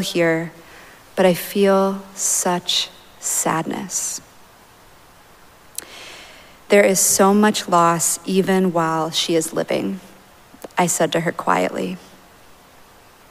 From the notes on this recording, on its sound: Recorded live at Arlington Street Church, Sunday, September 17, 2023.